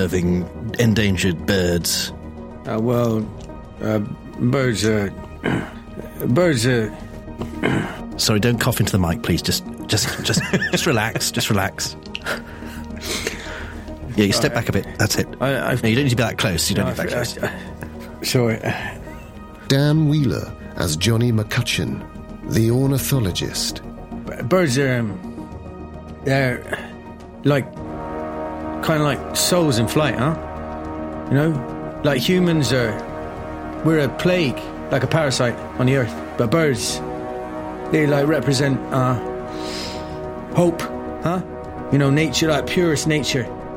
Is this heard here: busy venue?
no